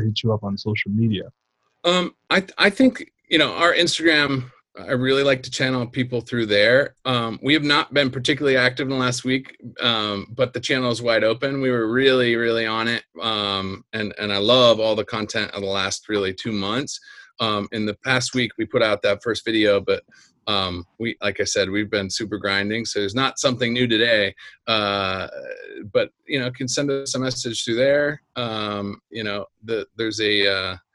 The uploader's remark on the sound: In our first Zoom PRO EDU Photography Podcast interview